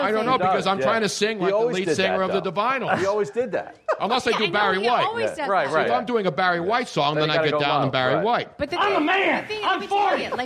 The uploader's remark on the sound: The whole gang was back in action at Comedy Sports Philly for our big Pre-Valentines day extravaganza. Our audience in the Theatre as well as lucky listeners from around the country.